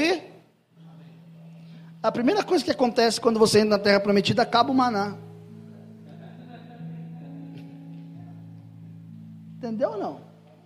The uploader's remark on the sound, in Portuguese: Mensagem gravada em 12/02/2023 - Culto da Família